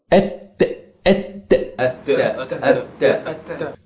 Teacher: طرف اللسان بس مع أصول الثنايا، هذا أصول أهي الأطراف أهي الثنايا، ودي أصول الجذور أصول الثنايا، يبقى أهي أت أت أهي تاني أت في ارتكاز طرف أيوة على الأسنان العليا أيوة أت أت أتأ أتأ أتأ أتأ. · ارتكاز طرفه على الاسنان العليا · Term: حرف التاء